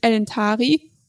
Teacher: im Wort elentari enthält die vorletzte Silbe ta einen langen Vokal. Das sehen wir daran, dass da ein Akzent drüber ist, mit dem a. · Term: Betonung